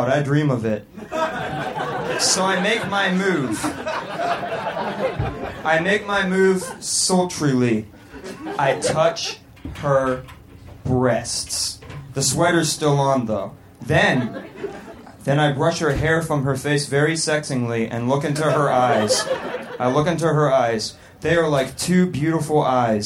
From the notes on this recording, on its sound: Recorded Live at Union Hall in Brooklyn.